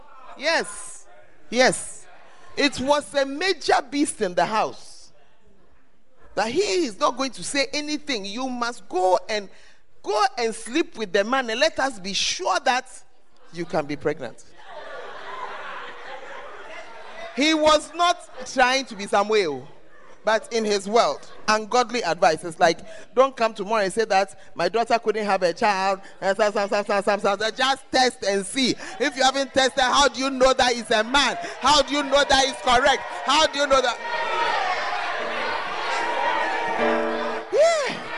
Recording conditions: live audience